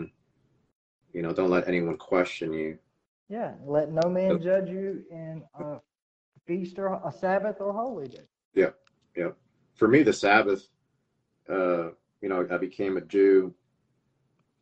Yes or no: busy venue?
no